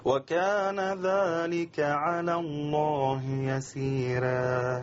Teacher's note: ورش بيرقق كل راء مفتوحة قبلها ياء مادية